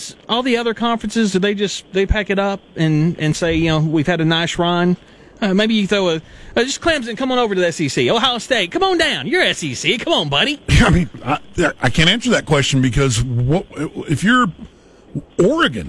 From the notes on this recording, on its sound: live from Day 4 of SEC Media Days